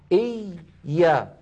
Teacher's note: الياء الأولى ساكنة والياء رخوة، فلذلك زمنها مساو لبس. · Term: ياء مشددة